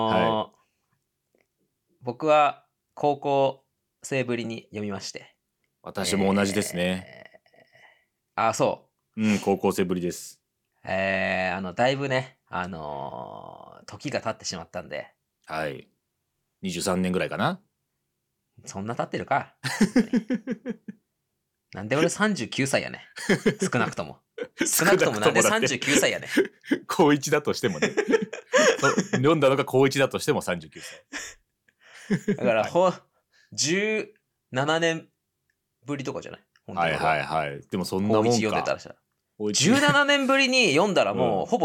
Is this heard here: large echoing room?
no